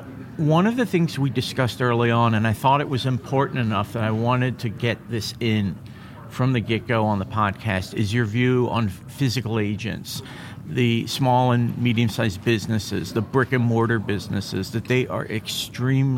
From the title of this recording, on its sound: LIVE FROM MONEY 20/20